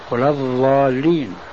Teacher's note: الأتراك مثلا لعجزهم عن النطق بالضاد العربي الفصحى تسمعها منهم ضاء خالصة، ولا الضالين مخرجها بين الثنايا بين الأضراس وحافز اللسان.